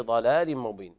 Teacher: إضغام بغنة كامل لوقوع الميم بعد التنوين